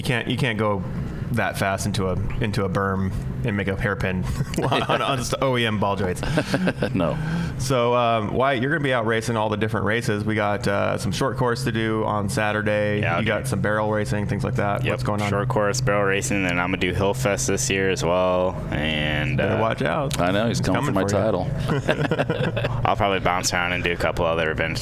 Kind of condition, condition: setting, busy venue